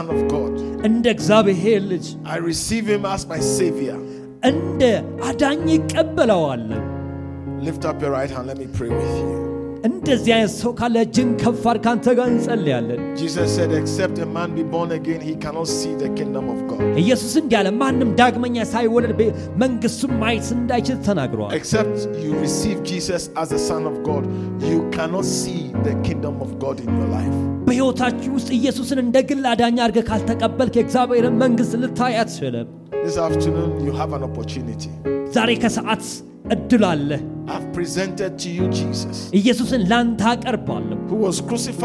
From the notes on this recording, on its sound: preached at the Mekadesh Church International in Addiss Ababa